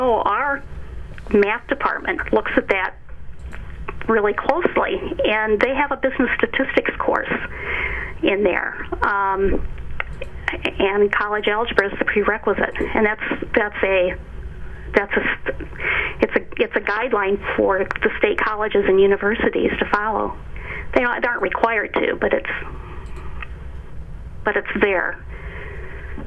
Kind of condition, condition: link, phone line